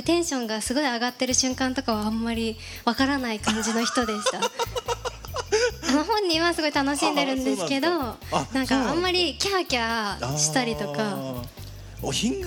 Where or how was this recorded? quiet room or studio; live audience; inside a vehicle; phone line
live audience